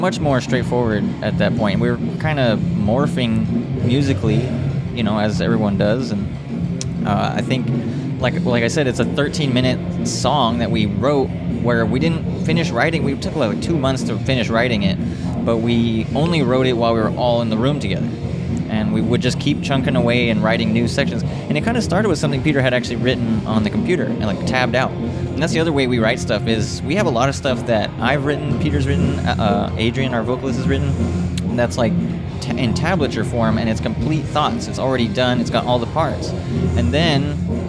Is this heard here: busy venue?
yes